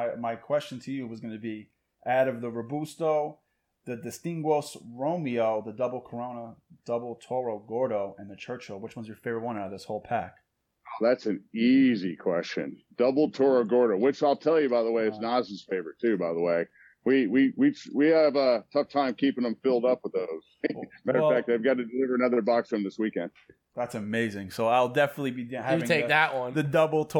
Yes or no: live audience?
no